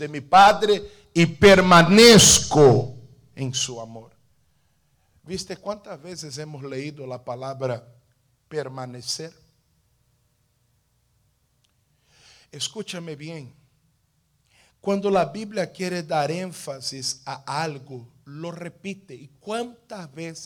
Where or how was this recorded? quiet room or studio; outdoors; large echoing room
large echoing room